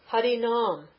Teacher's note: it's a lingual na because of the ra. So Hari becomes long, Hari, Hari nam.